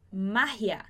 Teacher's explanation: depois a gente tem o GI, que vai ser R, aqui na garganta.